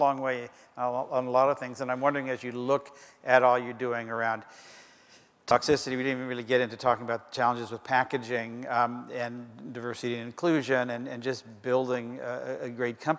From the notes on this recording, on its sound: The best of live interviews from GreenBiz events.